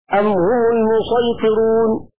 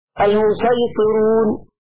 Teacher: قرأ عاصم بخلف عن شعبة أم هم المسيطرون بالصاد الخالصة المستعلية المطلقة كالطاء بعدها · Shown in: first take